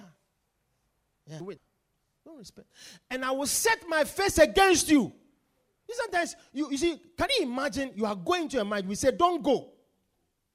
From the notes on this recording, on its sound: Preached at The Victory Secrets Service.